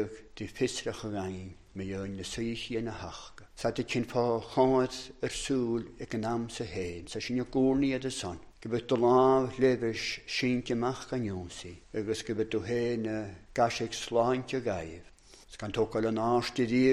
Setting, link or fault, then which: setting, large echoing room